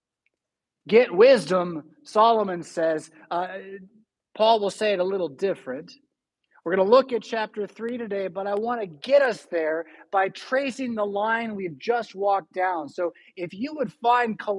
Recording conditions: large echoing room